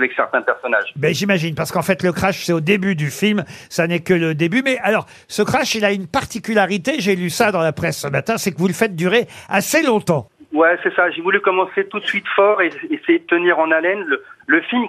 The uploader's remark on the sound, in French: les Grosses Têtes ont eu au téléphone